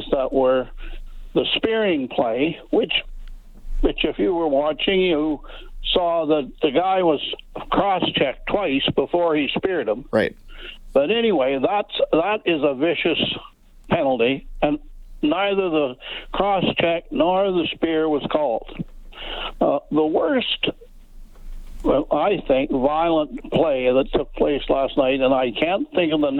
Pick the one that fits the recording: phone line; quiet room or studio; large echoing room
phone line